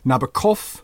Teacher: with the accent on the last syllable. Englishmen say Nabokov, accent on the first.